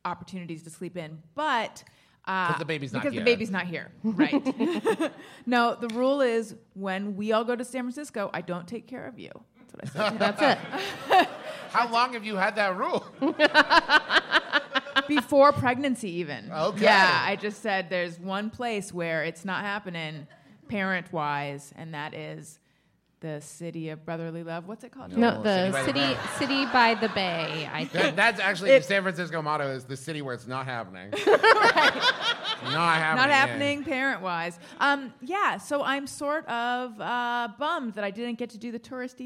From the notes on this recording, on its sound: recorded LIVE at Sketchfest 2018!